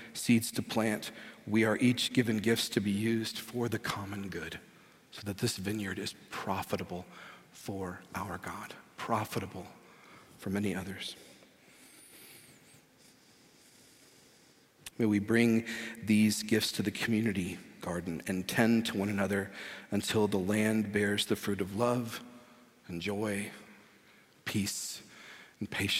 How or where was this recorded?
large echoing room